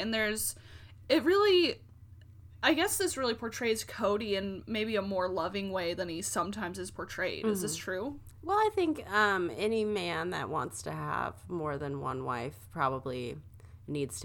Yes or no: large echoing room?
no